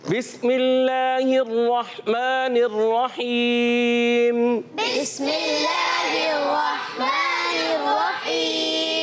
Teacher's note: بسم اللہ کا سین باریک رکھنا ہوتا ہے، اور یہاں اللہ کے لام اس میں جلالت، اللہ پاک کلام سے پہلے زیر آنے کی وجہ سے یہ باریک.